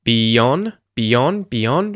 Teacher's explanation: we use a little Y sound to link those two vowel sounds